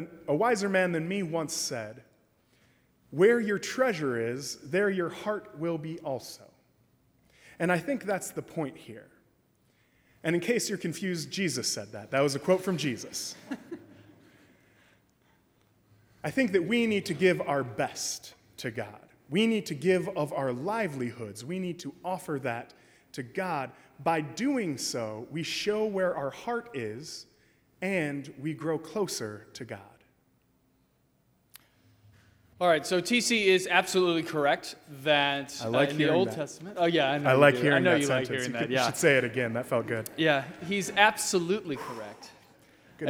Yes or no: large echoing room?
yes